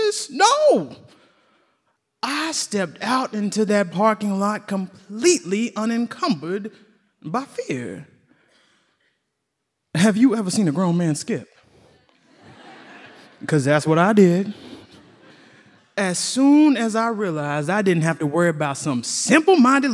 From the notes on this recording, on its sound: Invisibilia Live with Story District. Our first live event!